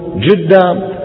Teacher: في من أهل العرب اليوم من يبدل القاف جيم